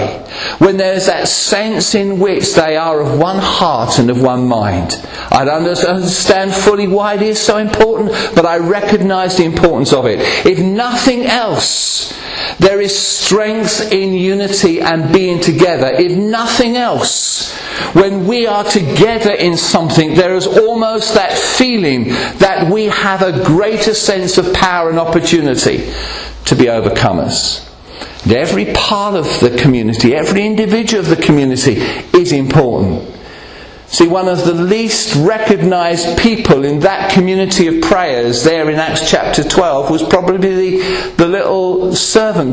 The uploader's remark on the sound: Recorded at Rayleigh Elim Pentecostal Church.